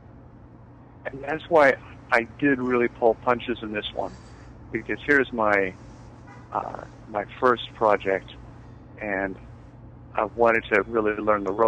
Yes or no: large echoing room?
no